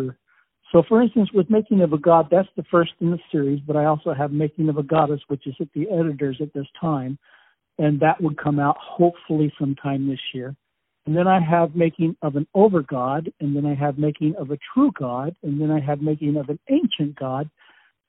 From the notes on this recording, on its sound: On the phone